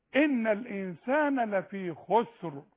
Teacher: ان الانسان لفي خسر، وتفخم الراء، ما ترققهاش. يا خبر ابيض، ما رققهاش خالص، لا ترققها اذا وصلت، اما اذا وقفت تفخمها.